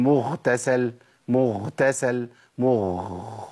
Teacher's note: ما بقتش غين خلاص بقت خاء على طول